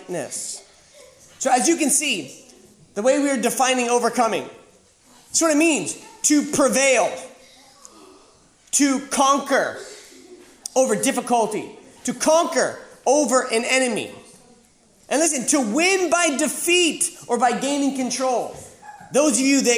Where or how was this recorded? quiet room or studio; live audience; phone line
live audience